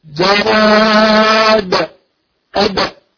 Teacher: إذا أحببت أن تقف فقلقل الدال، أما إذا أحببت أن تواصل فأوصل إن شاء الله، ما في مشكلة.